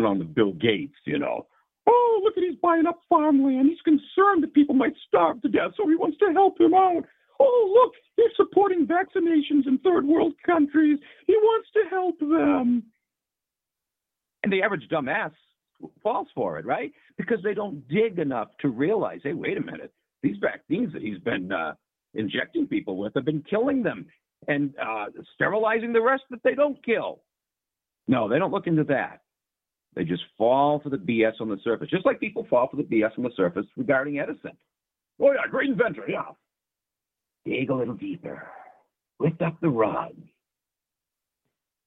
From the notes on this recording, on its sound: opens up the call in lines